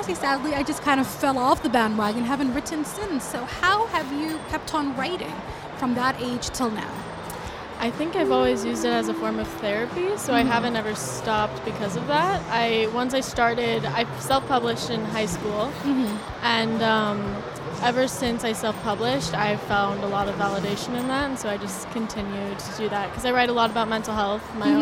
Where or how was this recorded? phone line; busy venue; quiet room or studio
busy venue